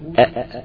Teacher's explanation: بيخرج منه الهمزة بانطباق الوترين الصوتيين والهاء بانفتاحهما.